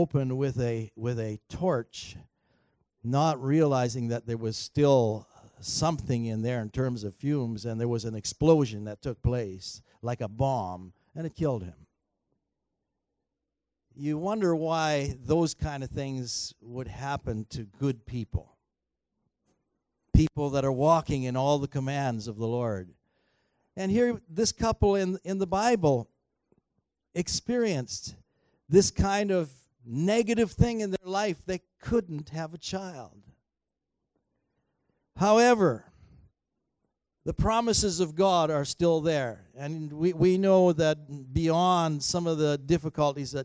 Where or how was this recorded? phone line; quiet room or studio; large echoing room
large echoing room